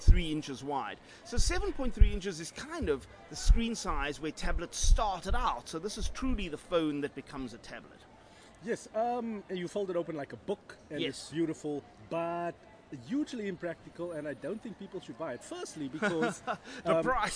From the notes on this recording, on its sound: Recorded at Cape Town International Airport